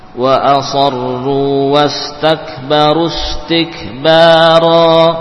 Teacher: Panjang ba dan ra sama, dua harokat, dua harokat.